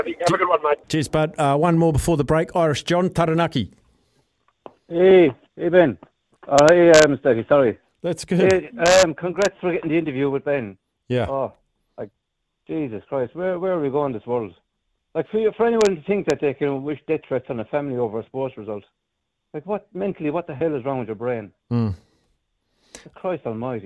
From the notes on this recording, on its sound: listeners call